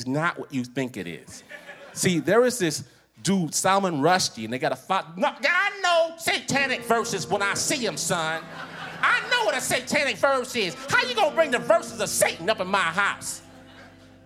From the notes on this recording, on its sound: Snap Judgment, LIVE! The nation’s finest storytellers take the Snap stage to give their take on family conflict.